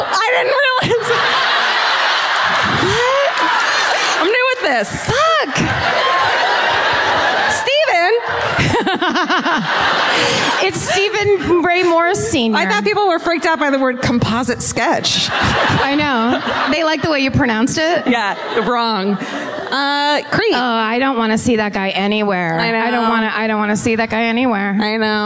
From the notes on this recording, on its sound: Live At The Wilbur. We're in the combat zone for a live episode of My Favorite Murder in Boston!